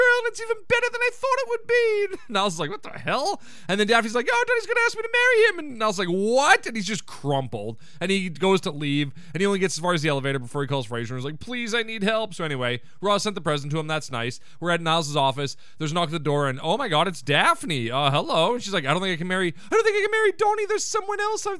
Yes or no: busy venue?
no